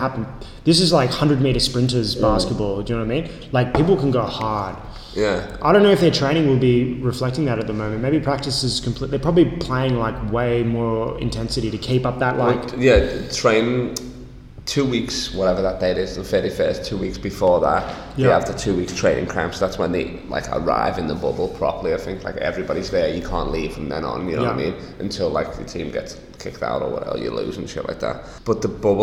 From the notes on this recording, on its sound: we live from his new warehouse in Sydney!